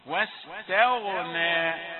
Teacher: تأتي الغين مفخمة بين المرققين